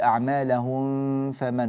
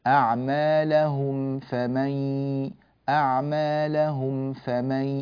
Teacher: فنطبق شفتينا على الميم ونظهرها تماما من غير مبالغة ولا غلو ثم ننتقل إلى الفاء · Shown in: second take · Term: الإظهار الشفوي